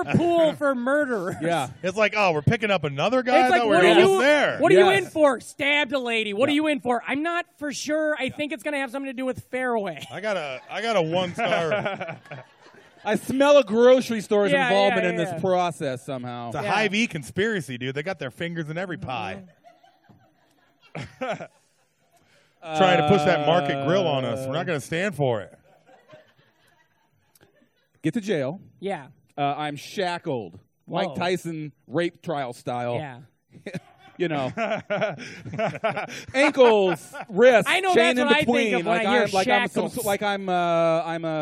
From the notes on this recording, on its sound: recorded on stage at the Des Moines Social Club as part of the 2017 Beast Village Comedy Festival